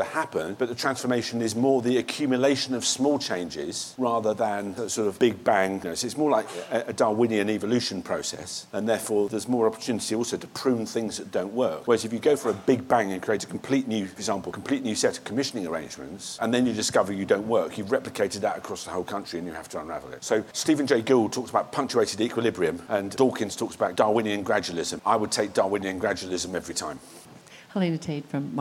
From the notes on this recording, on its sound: The inaugural John Deeble Lecture was presented at Parliament House on the 18th of October 2019 by the Australian Healthcare and Hospitals Association.